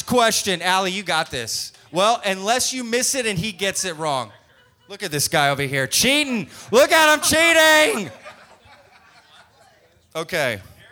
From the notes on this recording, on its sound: We held a Service Industry Trivia Night where we basically asked people on stage to answer trivia questions and take home prizes. Way more people came out than I initially thought, so we had a great crowd, and we recorded the whole thing.